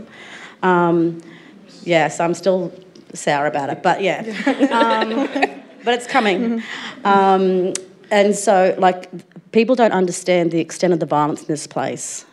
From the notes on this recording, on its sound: At this event recorded live on Wurundjeri Country at the Wheeler Centre for NAIDOC Week 2022.